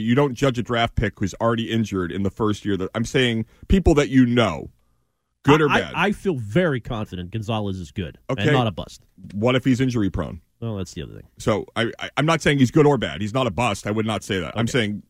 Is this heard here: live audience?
no